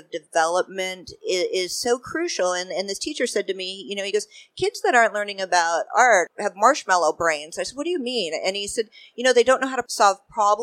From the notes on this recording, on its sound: Live at SOFA Chicago. A panel of 3 female gallery owners.